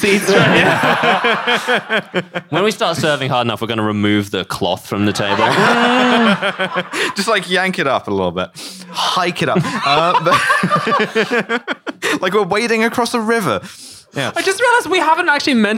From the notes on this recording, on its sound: Recorded live at the Streatham Space Project.